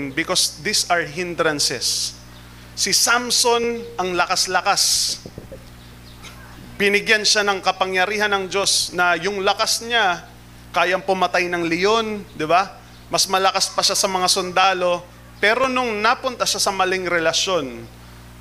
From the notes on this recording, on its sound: Recorded live at The Shepherd Of Faith Family Church.